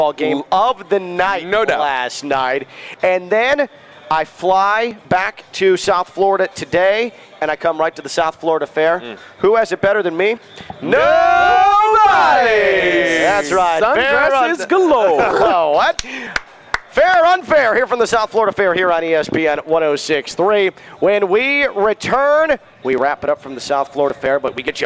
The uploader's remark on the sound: Live from the South Florida Fair!